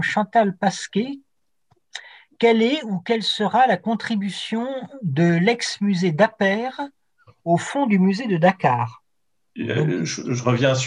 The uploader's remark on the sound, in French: Le séminaire, qui s'inscrit dans la scolarité des élèves en deuxième année de deuxième cycle de l’École du Louvre. Enregistré sur Zoom.